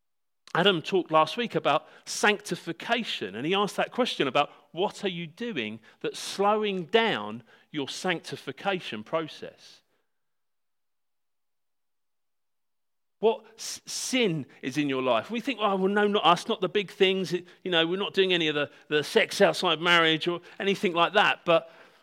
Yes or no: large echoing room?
yes